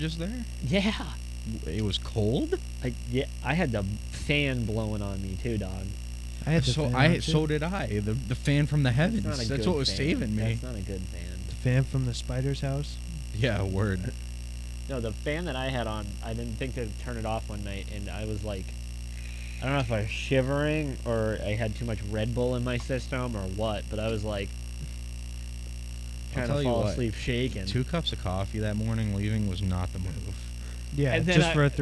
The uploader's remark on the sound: Hey sorry guys but I left the AC on and screwed up the Audio